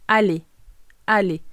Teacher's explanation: La R final es totalmente muda.